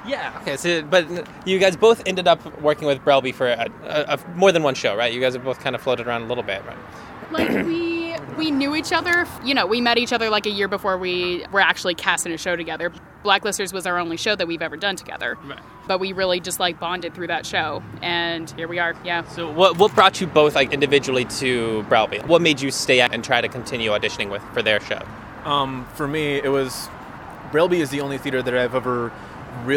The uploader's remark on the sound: We met at Urban Beans